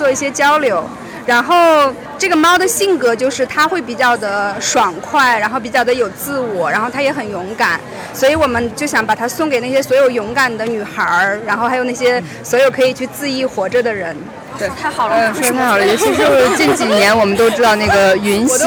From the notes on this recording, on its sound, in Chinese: 大雨里的图书市集。本期节目是活字电波与 2023 北京图书市集·秋季场共同发起的一期节目。以“串摊儿”的方式，在现场随机采访了多家出版品牌练摊儿的编辑，及路过的读者和听友。制作了这期现场感满格的节目，百分百记录了本届图书市集的现场氛围。